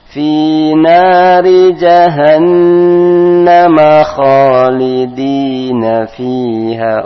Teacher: Fi-nya panjang dua harokat